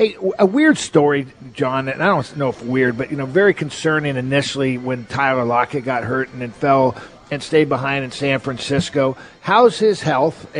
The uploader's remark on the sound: live at Snoqualmie Casino